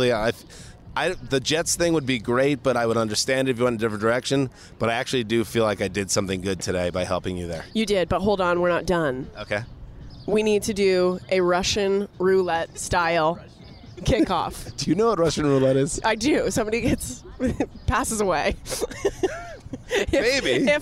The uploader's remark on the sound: poolside at the Bellagio Hotel in Las Vegas